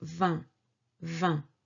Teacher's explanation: c'est une syllabe nasale. It means that we pronounce it from the nose.